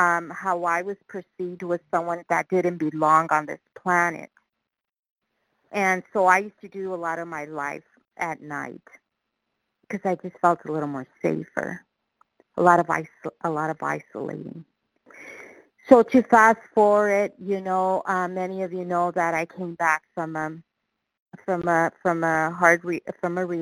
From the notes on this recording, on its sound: qualification from the 100 Pounders Phone Meeting